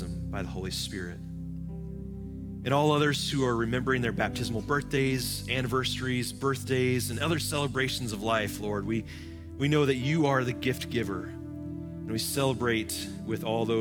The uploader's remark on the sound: Live from our Celebration Ministry Center